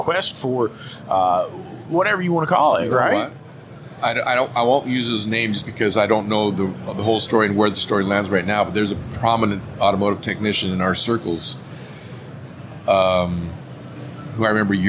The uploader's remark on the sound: In this episode recorded live at AAPEX 2022.